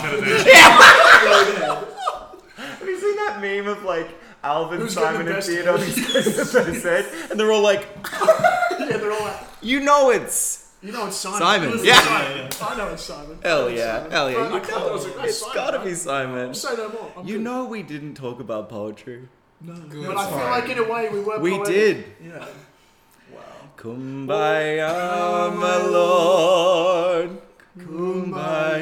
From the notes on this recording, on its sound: horrific mic positioning